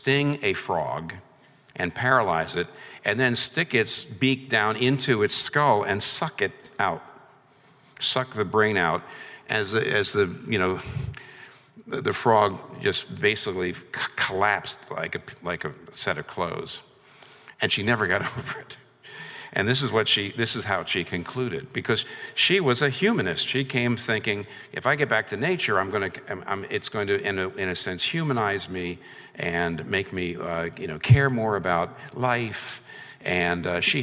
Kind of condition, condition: setting, live audience